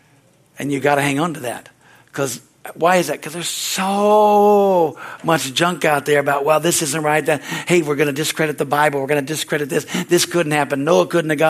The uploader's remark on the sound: This message is from the Wednesdays service on July 26, 2023 at Harvest Bible Church in Stockton, CA.